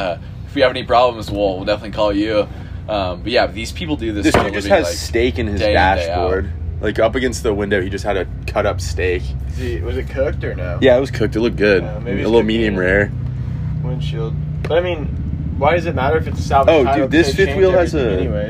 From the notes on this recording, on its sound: This special edition episode was recorded in a camper at Rednecks with Paychecks. Audio may be a little funky considering...